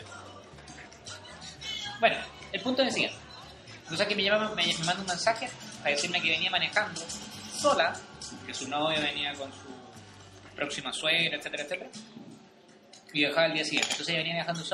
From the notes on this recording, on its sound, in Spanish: Nuevamente grabado en el restaurante "De la Ostia".